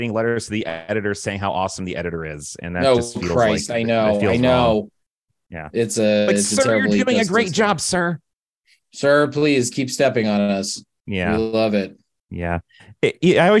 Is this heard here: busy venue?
no